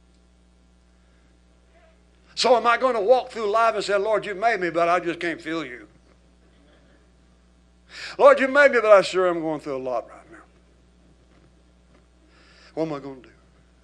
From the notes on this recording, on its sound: recorded at Household of Faith Church in Benton, Arkansas.